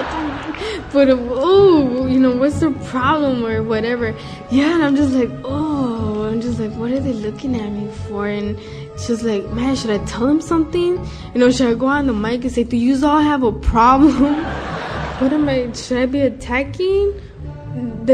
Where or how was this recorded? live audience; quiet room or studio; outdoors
live audience